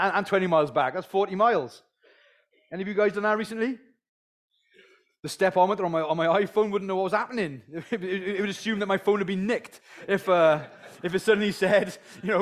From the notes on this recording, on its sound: talk from the mini men's conference held at HPC on Saturday 22nd April.